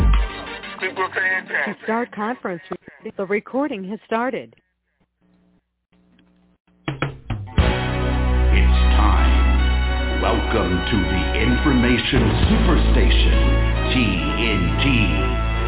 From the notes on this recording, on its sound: TNTSuperfantastictic Conference Call